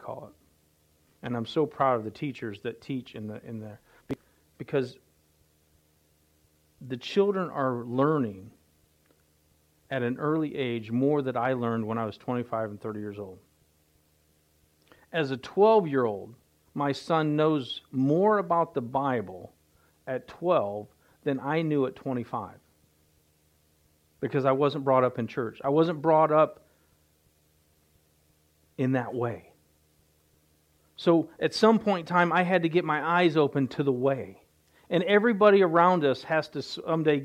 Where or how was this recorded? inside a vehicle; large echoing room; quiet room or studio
large echoing room